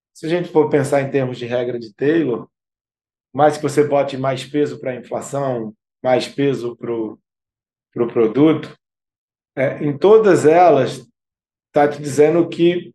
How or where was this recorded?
video call